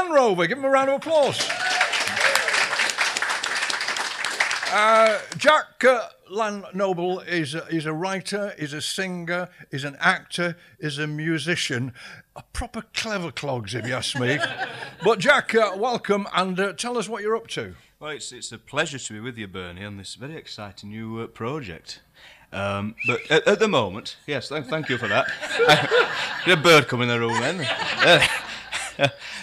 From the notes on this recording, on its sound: A riotous and unpredictable comedy interview show recorded in front of a live audience in glorious Sheffield once every month! This months show is recorded at the Showroom Cinema In Sheffield.